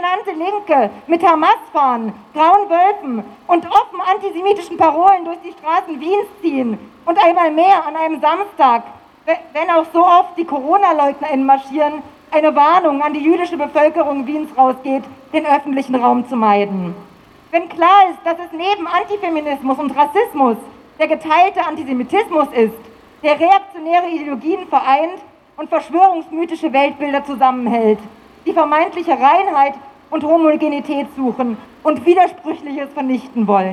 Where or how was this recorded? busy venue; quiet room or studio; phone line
busy venue